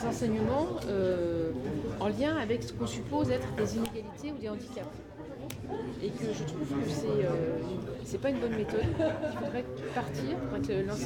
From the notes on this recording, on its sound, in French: C’est une conférence de rédaction interactive, en relation avec le public de la soirée. Salle Topor.